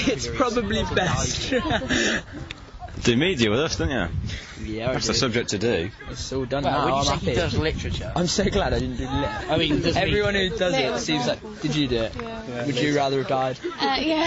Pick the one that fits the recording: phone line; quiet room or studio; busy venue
busy venue